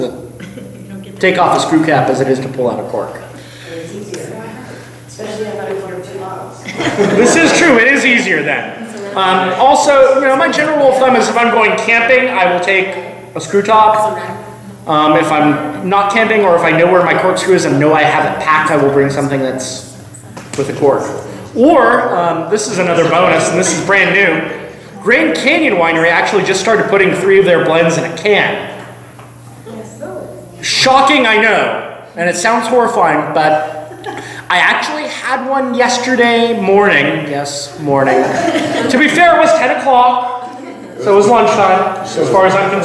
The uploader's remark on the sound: I taught a class on Arizona wine for Students of Wine about a month ago at Hidden Track Bottle Shop, and recorded it!